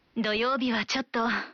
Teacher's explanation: इसकी अंतिम ध्वनि को लंबा खींचते हुए हल्की आवाज में बोलने का भाव है कि आप हिचकते हुए मना कर रहे हैं